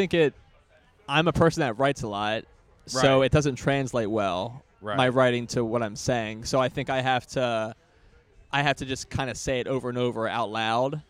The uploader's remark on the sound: Was recorded outside the comedy open mic at Fells Point Tavern.